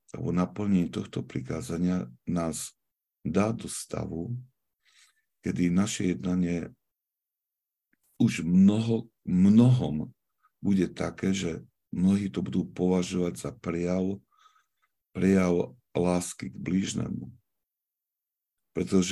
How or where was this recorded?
video call